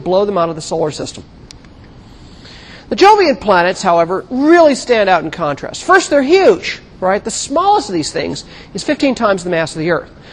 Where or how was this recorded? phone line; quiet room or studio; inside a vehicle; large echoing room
large echoing room